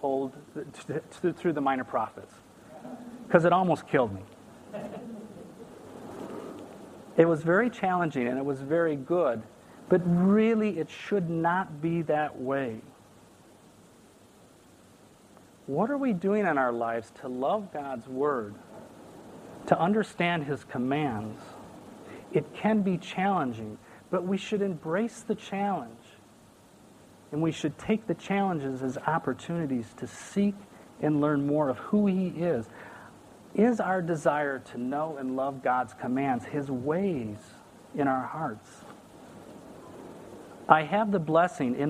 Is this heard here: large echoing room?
yes